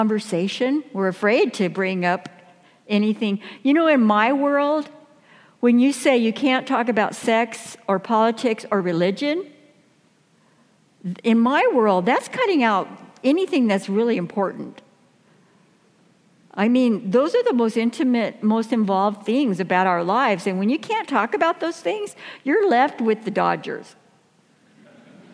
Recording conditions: large echoing room